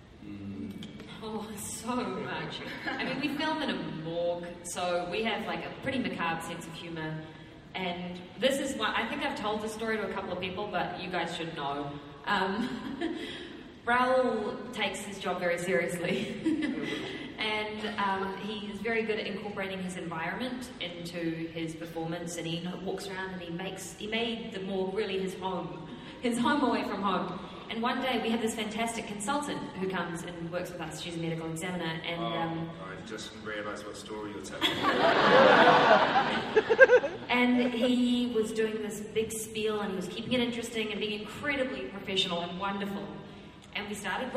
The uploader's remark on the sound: IZombie SDCC panel 2015. Take fan questions from their panel at SDCC 2015!